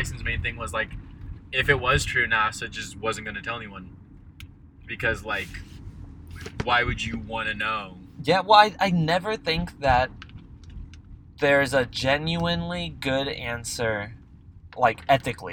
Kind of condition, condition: setting, inside a vehicle